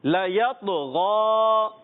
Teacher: اب یہ ساکن ہے، حرف قلقلہ ادا کریں گے، طا کو موٹا بھی رکھنا ہے